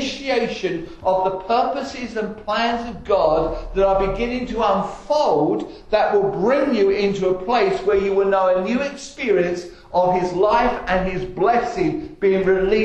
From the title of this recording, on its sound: Estuary Elim Church Rayleigh Morning Service